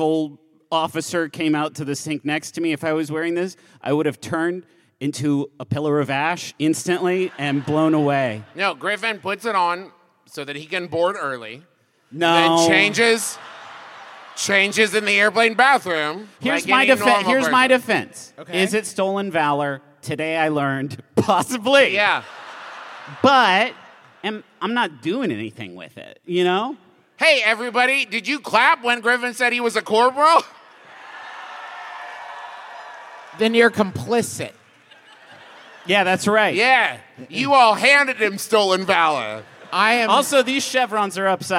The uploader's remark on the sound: Live from the best venue in the contiguous United States in Milwaukee, WI!